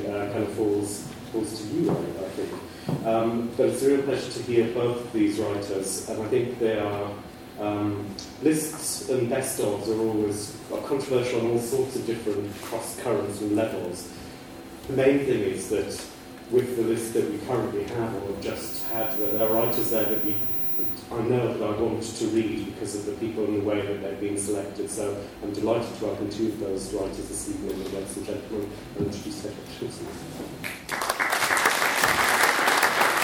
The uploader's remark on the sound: A Worlds Literature Festival event